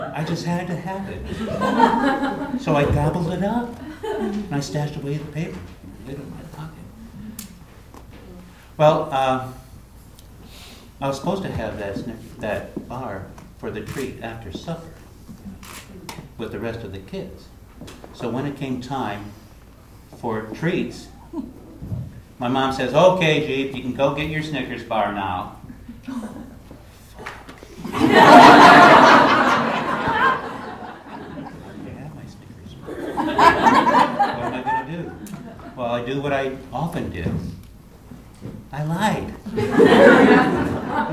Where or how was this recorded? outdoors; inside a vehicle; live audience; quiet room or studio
live audience